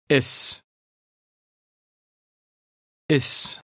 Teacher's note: The Dutch S has a hissing sound